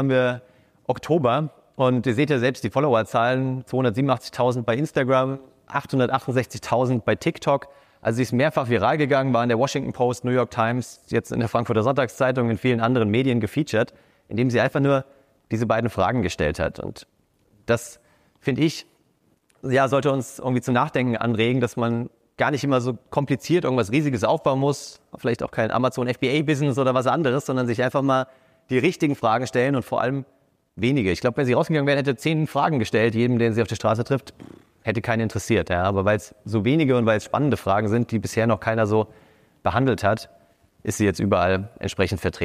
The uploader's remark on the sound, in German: Diese Episode entstand bei unserem Sidepreneur Meetup München in der wunderbaren Eventlocation pawrti. Diese Episode entstand bei unserem Sidepreneur Meetup München in der wunderbaren Eventlocation pawrti.